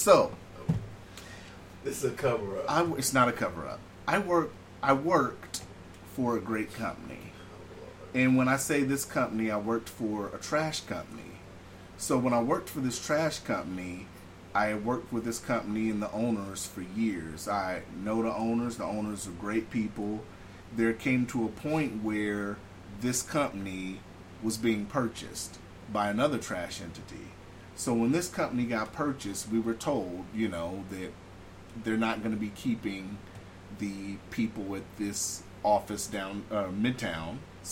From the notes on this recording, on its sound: It’s still a heatwave in town as we are hitting record highs. Excuse the fan in background but it’s HOT!